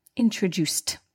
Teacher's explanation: the ED is pronounced as T, not D or ID